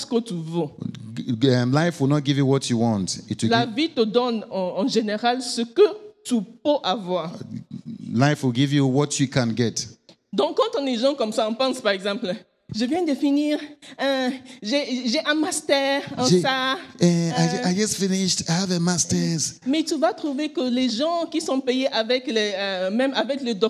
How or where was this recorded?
live audience